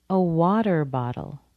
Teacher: Notice how the T in both of these words is softened.